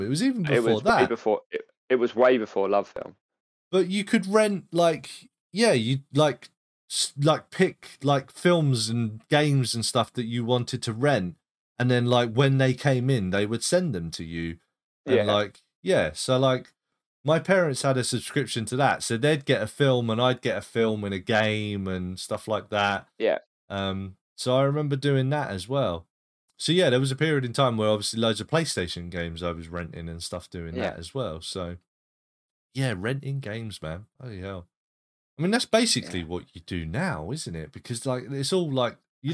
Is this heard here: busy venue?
no